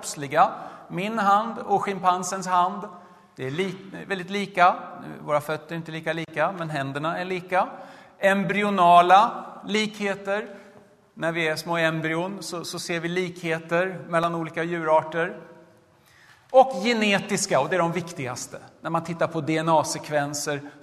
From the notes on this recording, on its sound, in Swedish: Arrangör är CredoAkademin, och inspelningarna sker i Betlehemskyrkan i Stockholm.